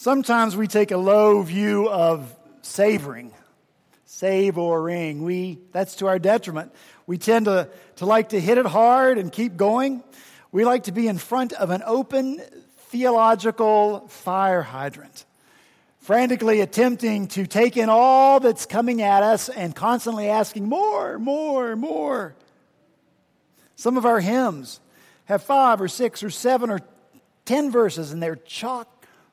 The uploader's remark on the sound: At Redeemer Presbyterian Church in Charleston, SC, we rejoiced to be back together this past Sunday, October 16 after Hurricane Matthew kept us from gathering the Sunday prior.